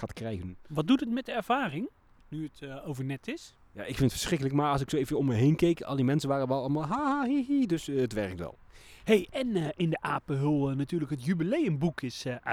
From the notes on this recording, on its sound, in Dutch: brengen we in festival sfeer een bezoek aan een zwoel Beekse Bergen